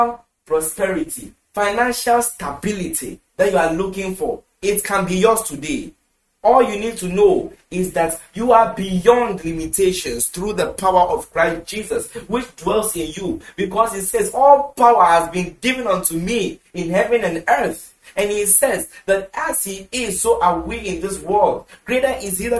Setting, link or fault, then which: setting, large echoing room